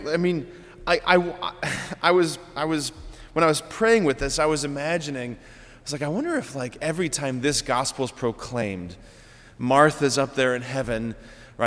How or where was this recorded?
large echoing room